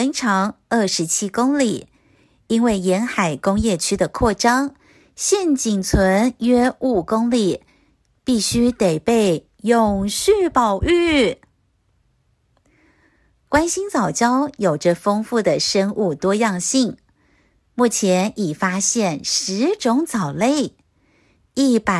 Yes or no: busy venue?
no